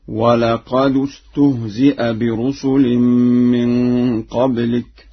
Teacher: قرأها ورش بضم الدال في لفظ قد